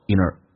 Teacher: in 跟 our 有个连音， our 在口语化当中弱化成一个儿化音儿